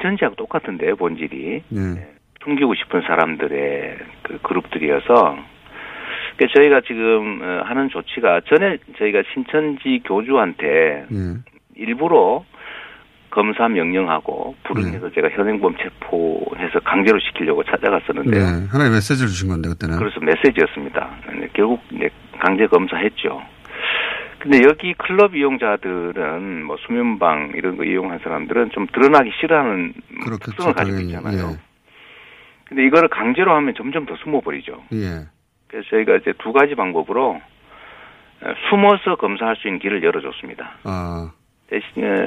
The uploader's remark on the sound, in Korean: 전화연결